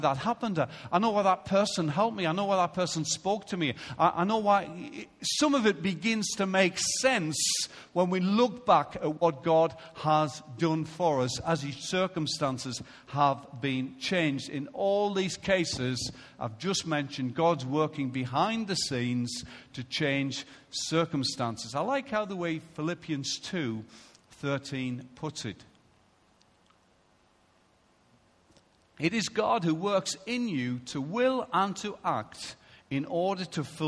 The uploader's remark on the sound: Recorded live at Life Church on Sunday 7th February 2016